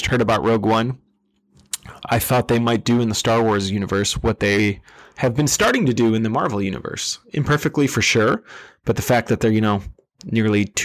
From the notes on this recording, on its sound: Apologies for the clipped audio. I tried a new setup.